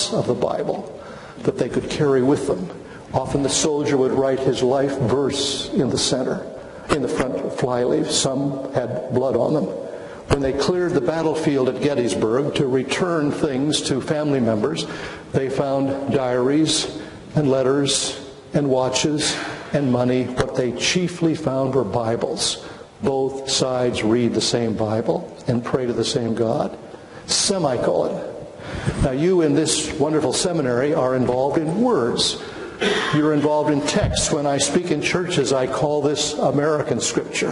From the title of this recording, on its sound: Chapel Lecture